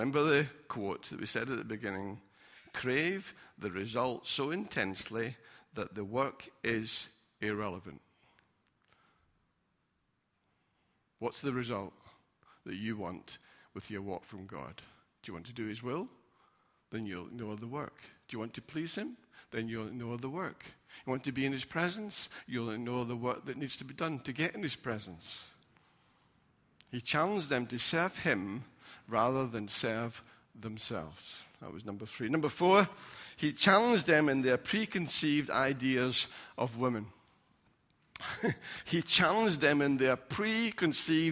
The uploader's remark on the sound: Recorded at freedomcentre church, Preston.